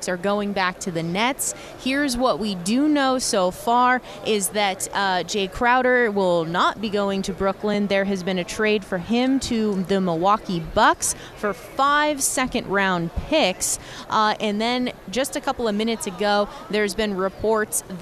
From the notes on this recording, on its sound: Extra Point live from Super Bowl Radio Row.